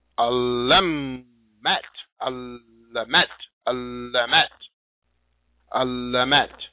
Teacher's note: So I'm doubling up on the L.